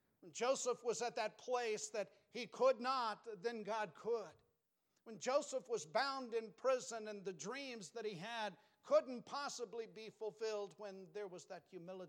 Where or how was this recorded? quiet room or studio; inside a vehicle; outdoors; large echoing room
large echoing room